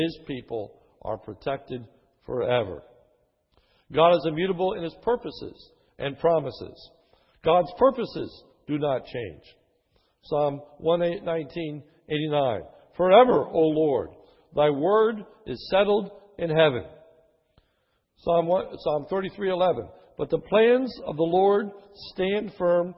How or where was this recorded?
large echoing room